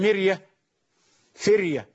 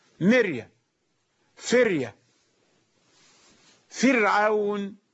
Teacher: هذه راء ساكنة بعد كسرة، قالوا لابد أن يرققها جميع القراء · Term: ترقيق الراء